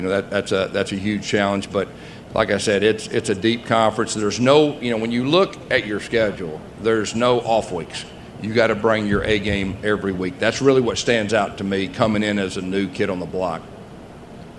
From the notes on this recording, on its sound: press conference at Big 12 Football Media Days